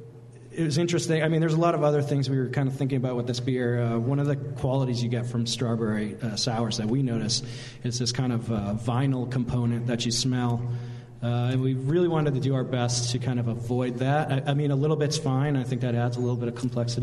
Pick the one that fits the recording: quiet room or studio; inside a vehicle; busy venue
busy venue